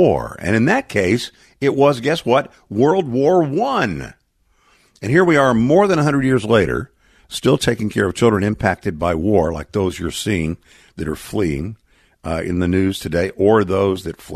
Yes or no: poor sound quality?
no